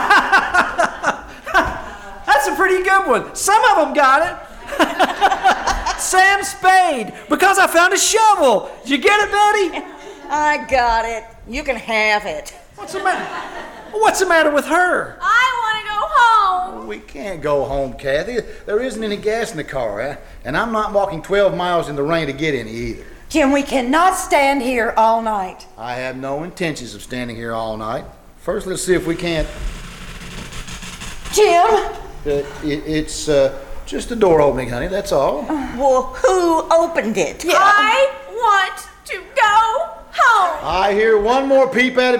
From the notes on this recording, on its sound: Performed "LIVE" at the First Vineyard Winery in Jessamine County, Kentucky. Here is the audio from the first half of their show.